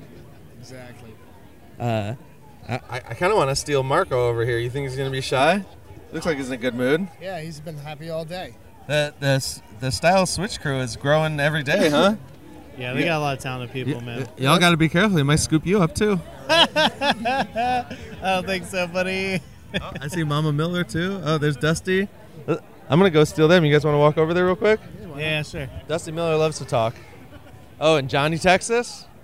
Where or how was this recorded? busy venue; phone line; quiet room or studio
busy venue